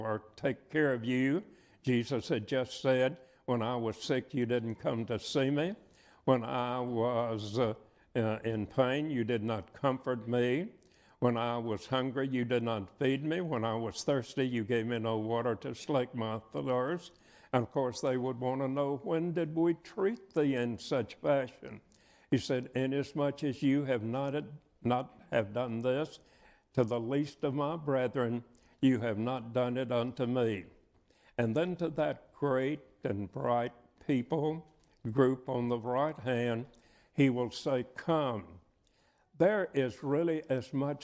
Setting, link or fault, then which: setting, large echoing room